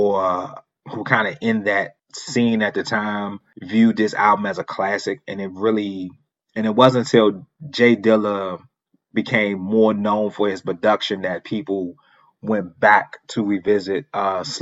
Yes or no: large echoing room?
no